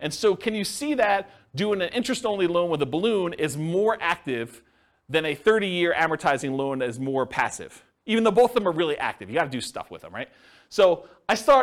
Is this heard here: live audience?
yes